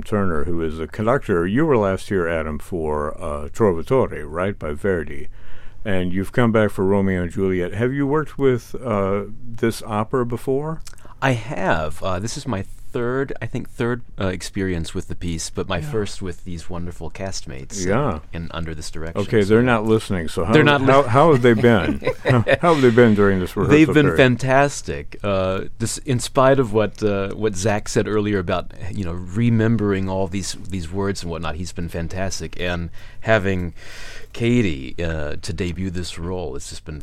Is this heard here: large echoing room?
no